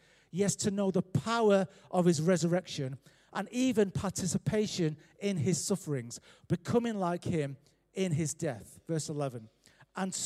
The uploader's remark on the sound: Recorded live at Life Church Lancashire.